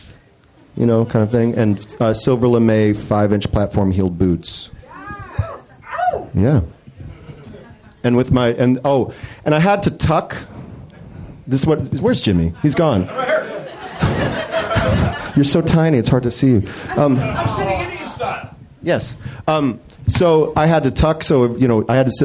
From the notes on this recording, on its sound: Recorded live at the Comedy Bar in Toronto, Ontario, Canada.